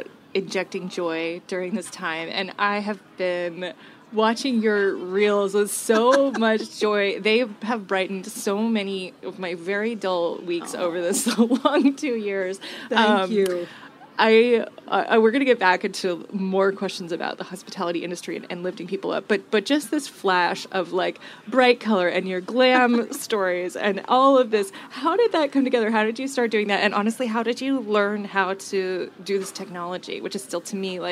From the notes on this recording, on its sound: Charleston Wine + Food 2022. Stops by the HRN tent in the culinary village.